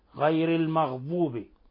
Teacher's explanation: المغضوب قرأ الضاد ضاء مشالة